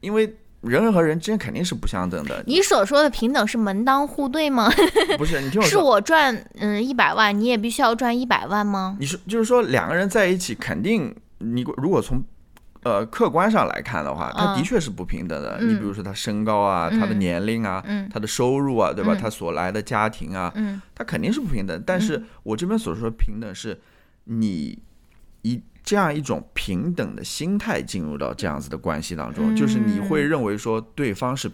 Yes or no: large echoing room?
no